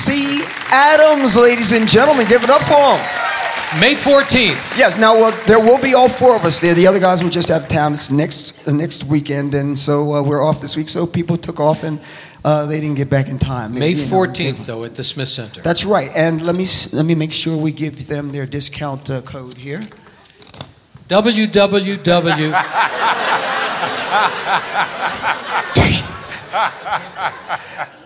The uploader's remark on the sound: Live at the South Point Casino